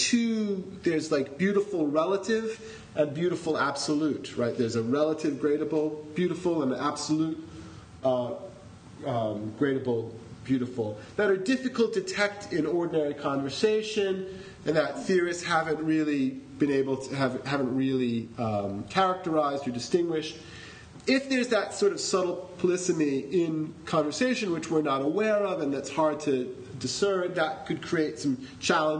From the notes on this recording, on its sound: This is a recording of the workshop. Senate House, Chancellors Hall.